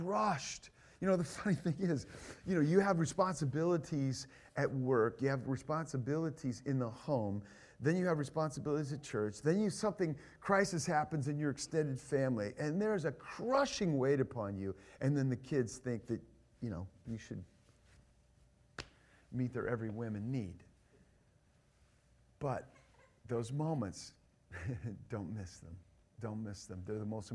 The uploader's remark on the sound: This is the first session of the God’s Gift Parenting conference